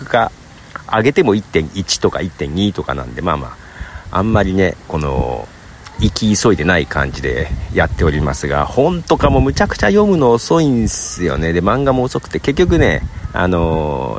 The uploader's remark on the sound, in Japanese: 公園で収録。